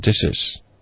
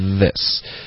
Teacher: 就是舌尖碰到上齿的这个摩擦音 · Shown in: second take